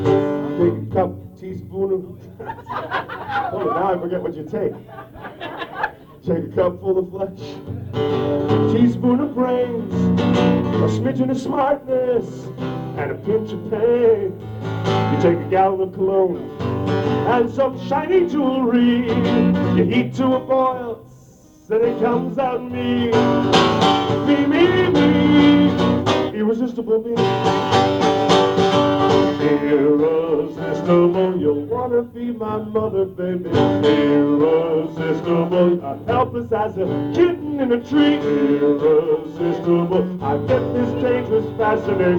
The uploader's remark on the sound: Recorded at Shank Hall 10/9/96.